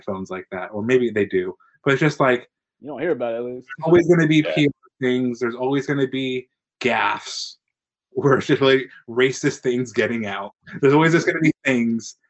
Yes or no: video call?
yes